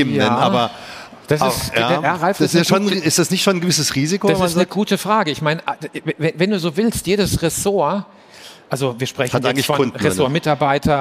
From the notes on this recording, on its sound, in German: Live aufgezeichnet auf der Mainstage der COPETRI CONVENTION 2023